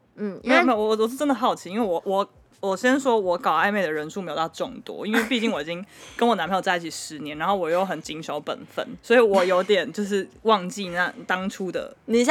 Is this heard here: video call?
no